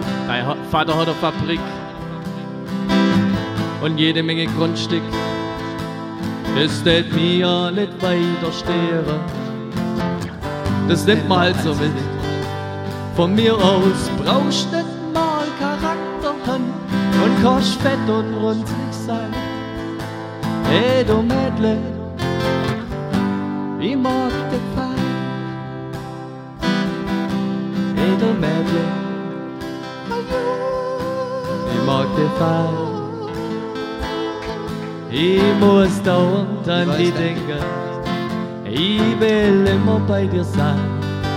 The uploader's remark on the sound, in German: live en dr Mini Music Bar en Leonberg